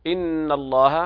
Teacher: إن الله حرف أغن مشدد